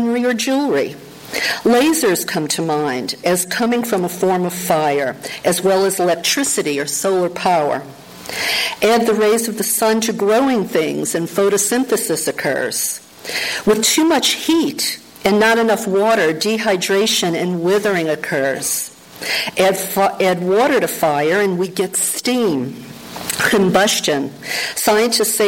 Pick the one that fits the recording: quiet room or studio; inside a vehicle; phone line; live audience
live audience